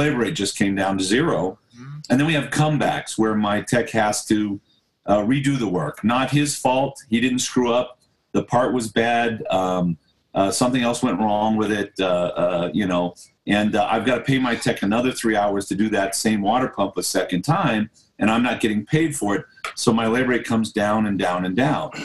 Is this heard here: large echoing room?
no